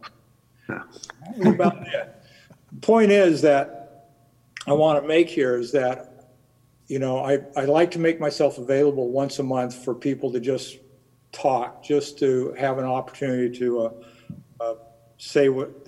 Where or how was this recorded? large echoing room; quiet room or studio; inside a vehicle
large echoing room